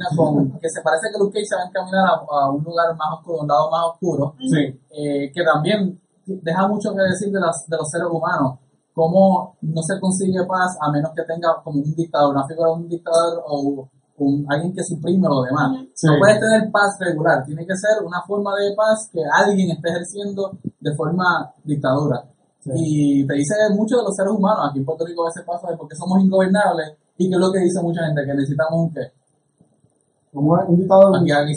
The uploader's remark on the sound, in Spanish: Pedimos disculpas por la calidad del sonido. Desafortunadamente tuvimos problemas técnicos con el mismo mientras grabamos el episodio.